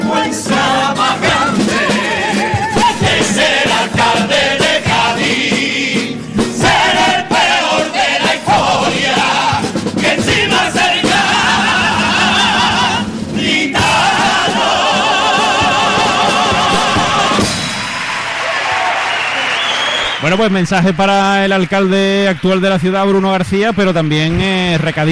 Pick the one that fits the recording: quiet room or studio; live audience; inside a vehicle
live audience